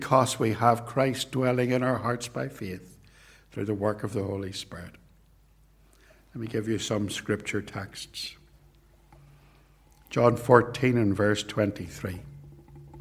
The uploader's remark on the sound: This sermon was preached at both Ballymacashon and Templepatrick reformed Church. This recording was made at TRC, and is reproduced here with their kind permission.